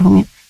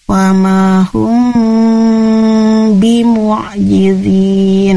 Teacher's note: ketika mim sukun bertemu dengan ba, itu bacaannya adalah ikhfa syafawi. Jadi samar-samar